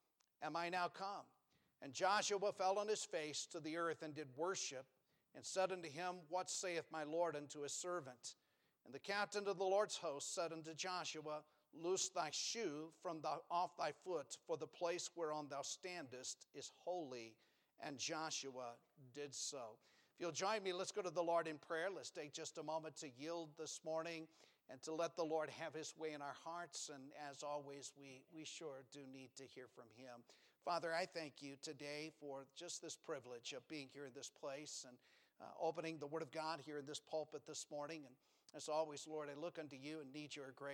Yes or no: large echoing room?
yes